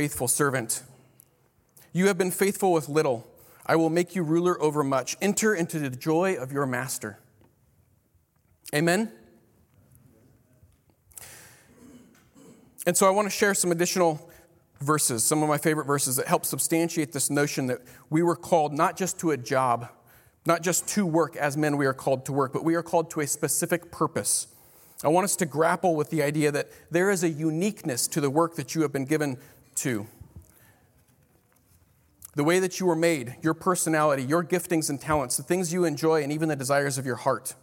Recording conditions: live audience